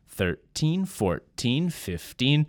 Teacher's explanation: sometimes when counting, you might hear the teen numbers with stress on the first syllable